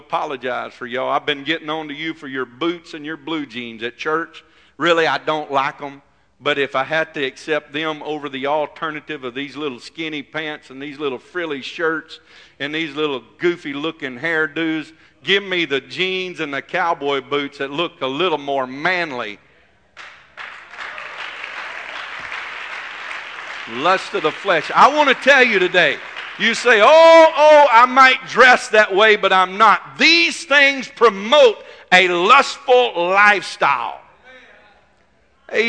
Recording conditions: large echoing room